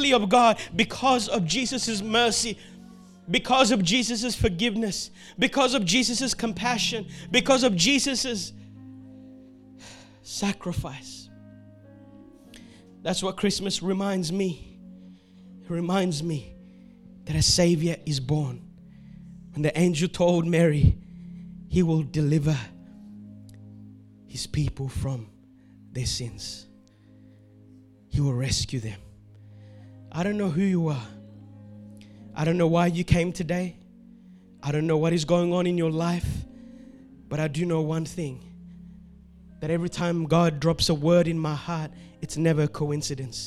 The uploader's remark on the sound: This word was preached on the 12th of December 2021 at Revive Church sunday service in Melbourne, Australia.